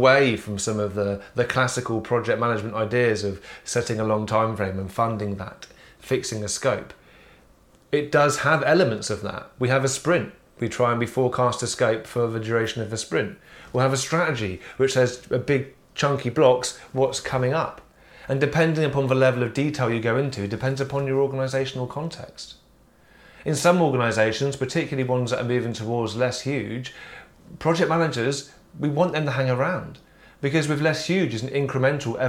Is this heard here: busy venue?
no